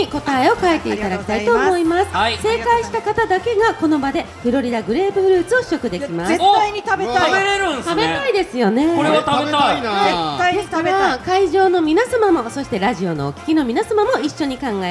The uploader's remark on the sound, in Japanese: 2023年2月26日ららぽーと豊洲で行われた、グレープカンパニー所属芸人による公開収録の模様をお送りします。